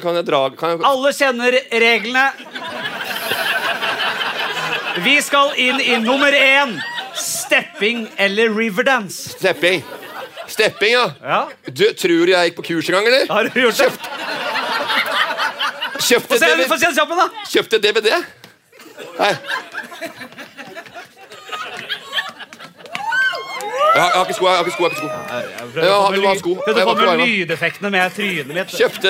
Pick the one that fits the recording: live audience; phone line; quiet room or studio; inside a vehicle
live audience